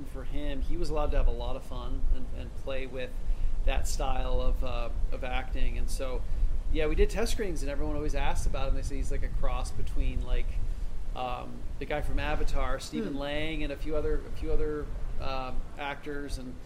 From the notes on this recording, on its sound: This interview was recorded in Northbridge so there is some atmospheric sound, and you'll have to excuse the mic dropping midway through, the wind knocked it over.